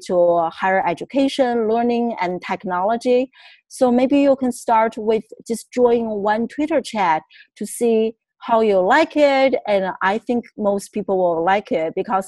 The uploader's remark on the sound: On this episode, I Zoom